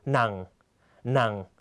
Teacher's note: เสียงจะต่ำและตกลงในตอนท้ายนะครับ · Term: วรรณยุกต์หนัง